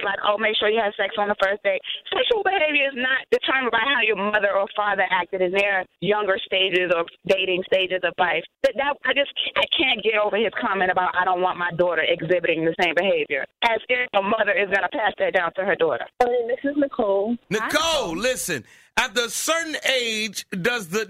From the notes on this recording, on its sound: Listeners called